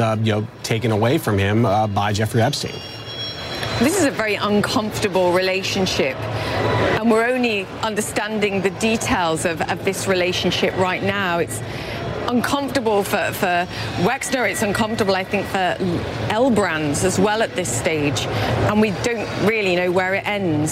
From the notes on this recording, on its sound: live from the New York Stock Exchange